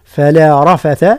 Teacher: فلا رفث كذلك تفخيم الراء وترقيق الفاء والثاء